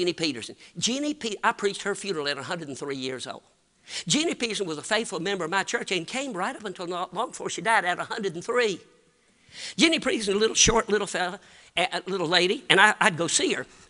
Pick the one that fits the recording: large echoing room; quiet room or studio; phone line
large echoing room